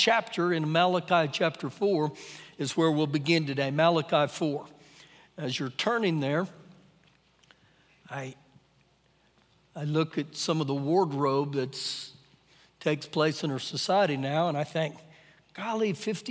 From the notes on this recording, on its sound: Recorded live during our Sunday morning service